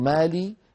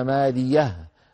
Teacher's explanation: وهي هاء ساكنة يأتون بها عند الوقف · Shown in: second take · ما بدل ما يقول مالي يقولون ماليه، هاء ساكنة. · Term: هاء السكت